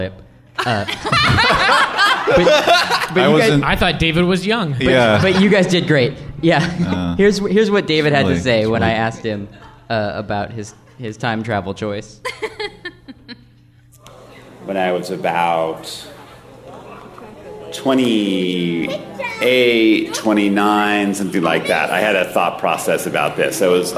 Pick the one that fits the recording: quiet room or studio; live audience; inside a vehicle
live audience